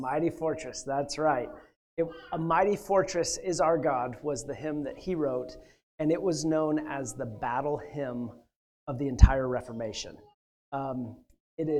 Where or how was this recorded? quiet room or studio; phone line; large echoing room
large echoing room